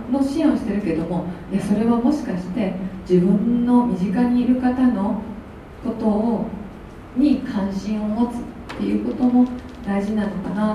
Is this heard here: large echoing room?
yes